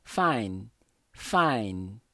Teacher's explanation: Você para, nesse caso, você para no N. E aí você encosta a língua no céu da boca